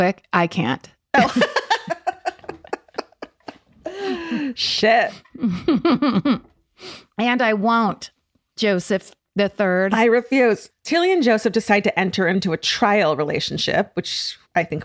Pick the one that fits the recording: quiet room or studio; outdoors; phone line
quiet room or studio